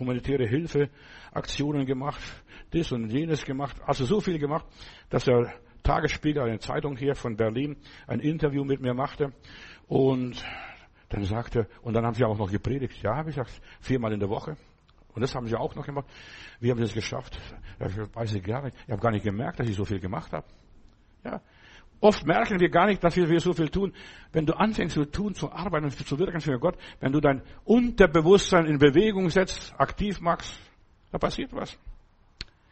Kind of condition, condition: setting, large echoing room